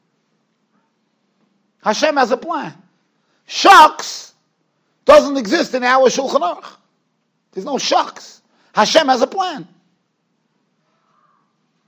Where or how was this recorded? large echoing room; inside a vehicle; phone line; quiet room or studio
large echoing room